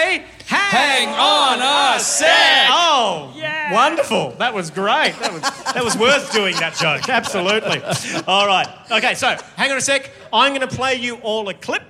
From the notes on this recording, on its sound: Celebrating 1,000,000 downloads live in Melbourne at the Malthouse Theatre